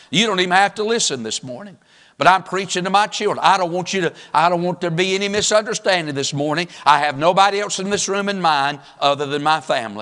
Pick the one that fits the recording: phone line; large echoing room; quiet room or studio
large echoing room